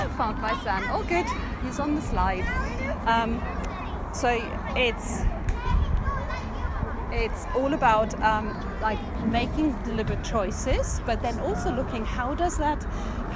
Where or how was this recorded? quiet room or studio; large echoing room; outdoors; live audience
outdoors